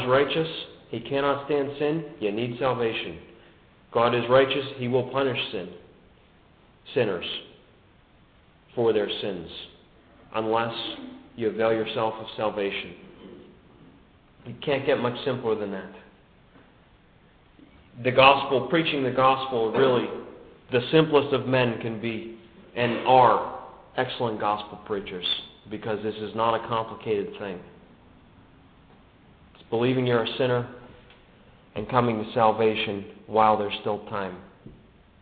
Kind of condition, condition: setting, large echoing room